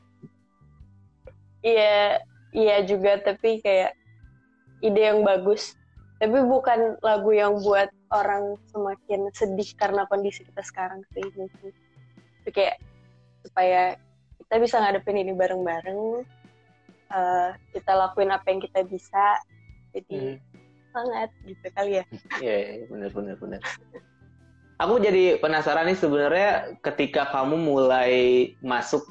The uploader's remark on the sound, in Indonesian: direkam saat sesi Instagram LIVE